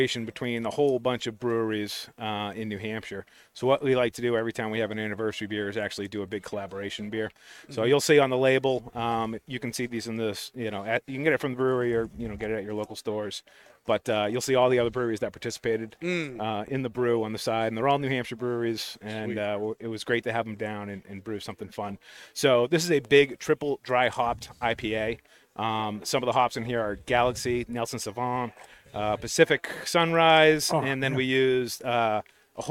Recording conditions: busy venue